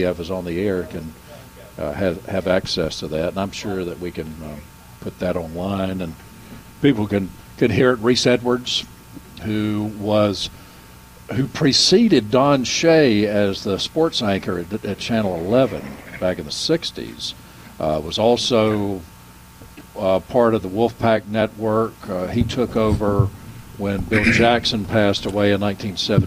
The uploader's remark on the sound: broadcasting live from Bell’s Carpet & Floors